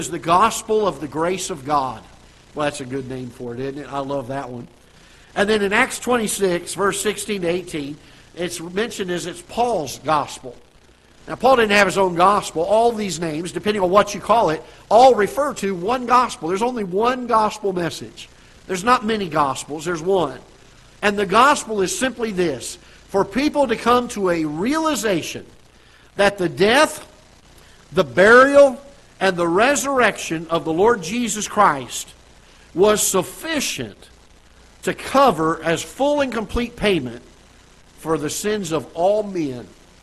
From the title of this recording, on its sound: Ketha Heights Baptist Church ~ Live Broadcast